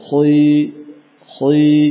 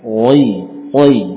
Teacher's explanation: Khi hanya di awal lafadzan huruf kha ini muncul tafkhim atau tebalnya, tidak berlanjut. · Shown in: first take